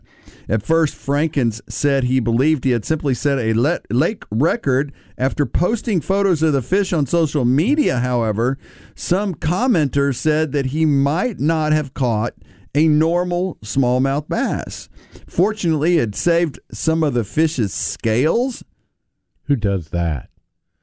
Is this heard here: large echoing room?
no